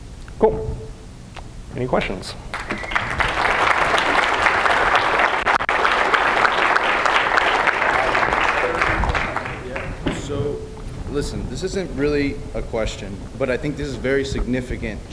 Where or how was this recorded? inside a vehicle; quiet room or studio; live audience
live audience